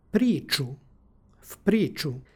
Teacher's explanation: Ovde imamo sažimanje, odnosno uprošćavanja suglasničke grupe TČ prema ekvivalentu u srpskom jeziku.